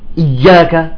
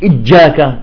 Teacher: لأنه الياء إذا شددها بيطلع جيم · Shown in: second take